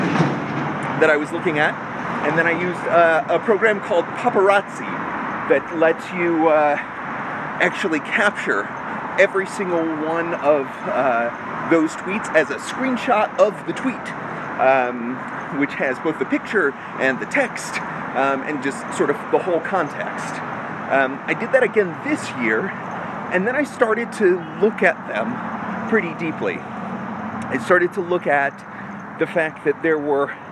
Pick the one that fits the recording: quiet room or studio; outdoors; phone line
outdoors